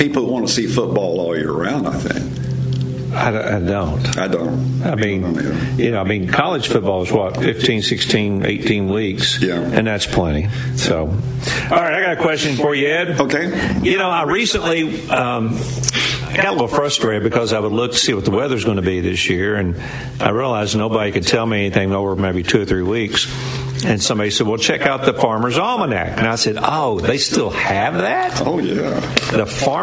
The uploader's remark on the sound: LIVE from Daytona International Speedway!